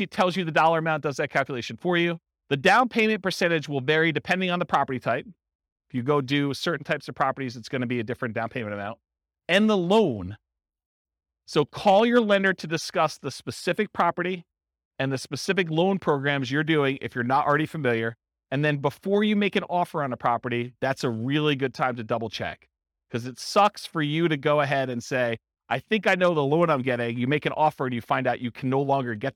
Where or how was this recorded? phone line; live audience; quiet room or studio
live audience